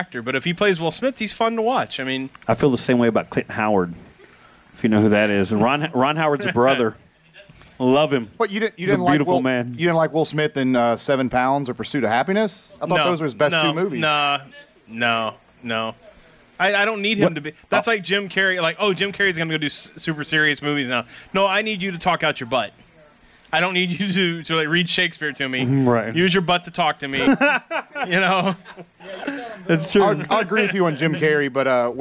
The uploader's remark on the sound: Live (in front of a studio audience) from Toxic City Comics.